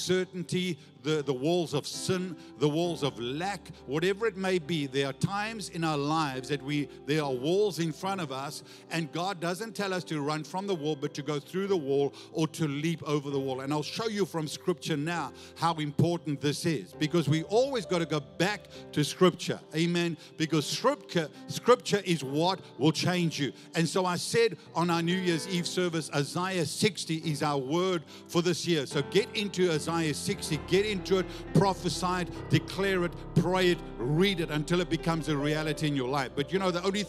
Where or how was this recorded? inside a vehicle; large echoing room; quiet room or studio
large echoing room